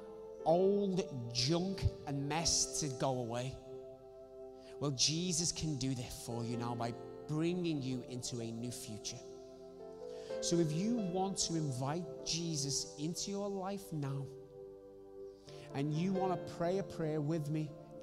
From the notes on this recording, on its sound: recorded Sunday 16 August 2020, 10:30am service.